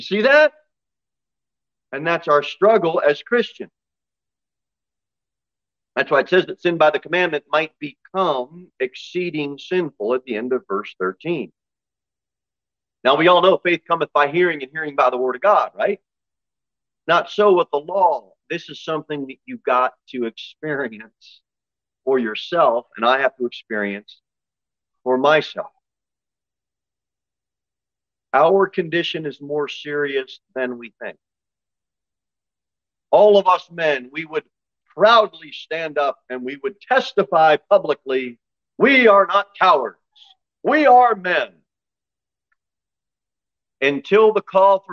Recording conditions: large echoing room